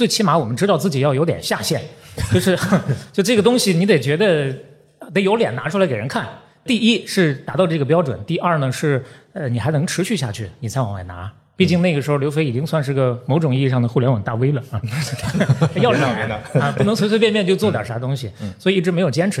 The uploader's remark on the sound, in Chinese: 本期节目是在刚刚过去的2023年CPA中文播客节创作者日活动的一场live录制。下面就让我们进入这期线下录制的精彩节目吧！